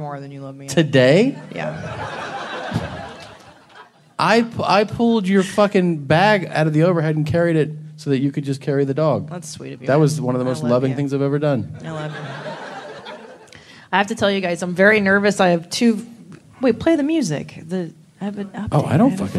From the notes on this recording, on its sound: It's LIVE from San Francisco (Man Frandisco).